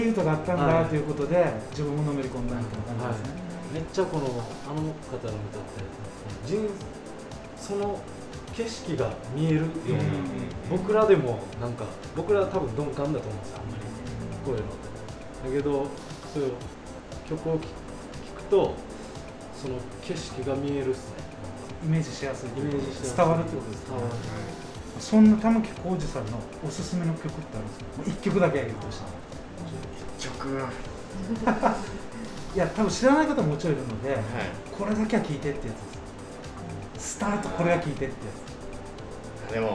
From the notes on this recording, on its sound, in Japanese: 収録場所 やんばる酒場 MO-RI。収録場所 やんばる酒場 MO-RI。